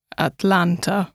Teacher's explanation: the sound of the first and last A's is not the same as the one in the middle